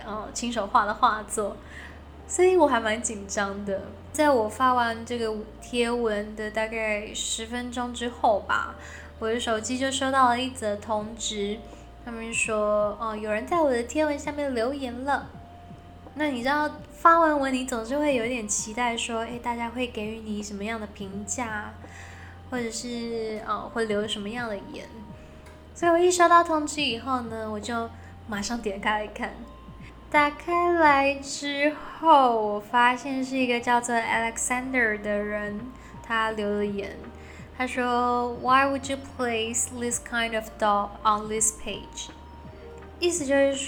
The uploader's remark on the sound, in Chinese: 本集換了個場所錄音，比較多雜音，敬請各位聽眾見諒